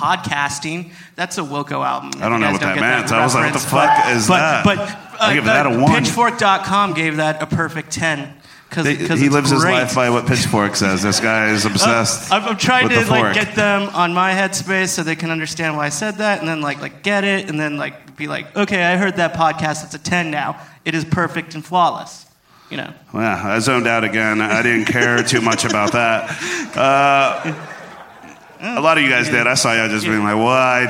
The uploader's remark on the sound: LIVE at Spider House Ballroom